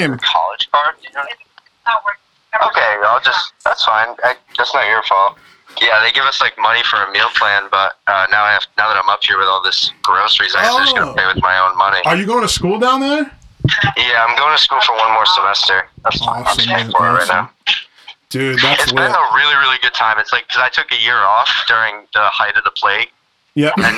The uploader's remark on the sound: gets a surprise phone call